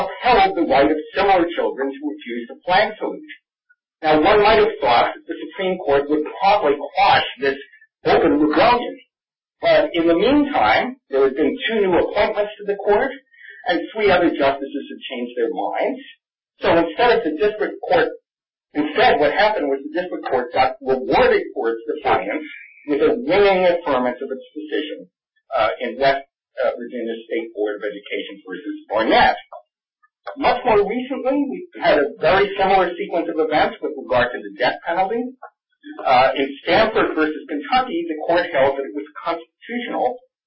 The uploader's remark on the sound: This teleconference panel discussion